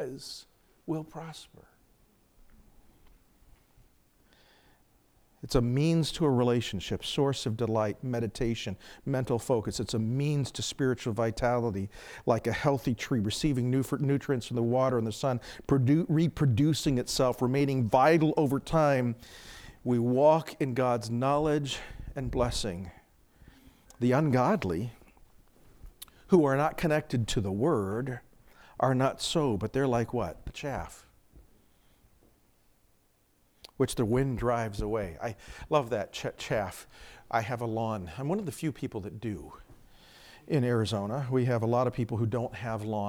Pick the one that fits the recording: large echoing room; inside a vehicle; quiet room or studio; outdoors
large echoing room